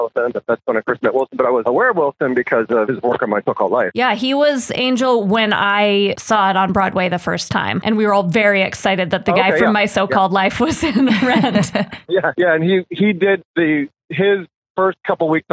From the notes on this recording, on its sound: via the world's shoddiest phone connection.